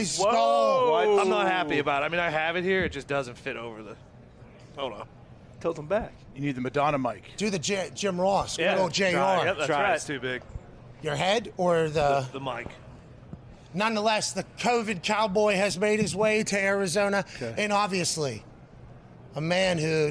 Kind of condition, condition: setting, busy venue